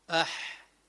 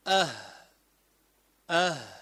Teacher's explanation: لو قلت أه أه الهاء أه تقف عند آخر الحلق، أقصى الحلق بسموه، من أسفل يعني، هذا العنق في جوا الحلق عند آخره، تقول أه أو أح أيضا من أسفل أح. فإذا ولكن ترى أن الحاء أعلى من الهاء قليلا